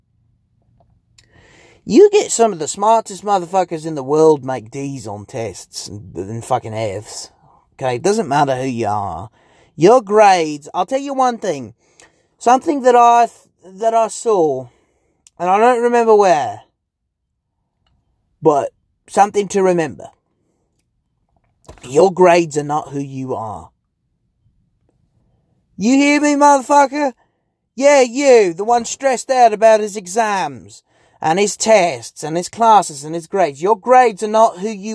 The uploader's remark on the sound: Basically just me rambling in my car because I was locked outta my house